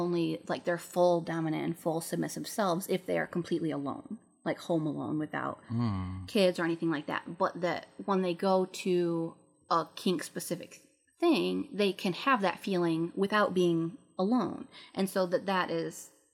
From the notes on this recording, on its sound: Headphones not recommended. There was an extremely loud high pitched noise throughout the entire recording.